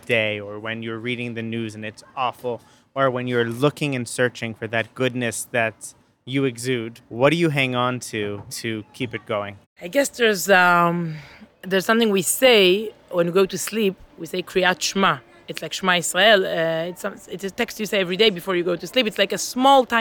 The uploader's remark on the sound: They met up for coffee outside on a sunny Jerusalem morning